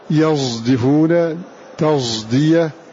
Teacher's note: ليس بصاد خالصة ولا بزاي خالصة، ولكن يكون صوت الصاد متغلبا على صوت الزاي · Term: إشمام صاد